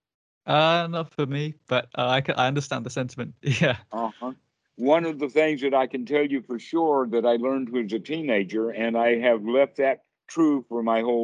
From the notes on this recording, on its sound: skype calls on this channel